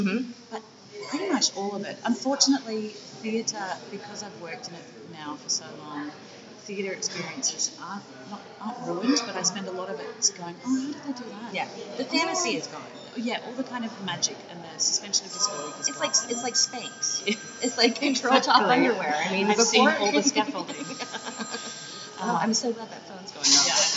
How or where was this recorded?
busy venue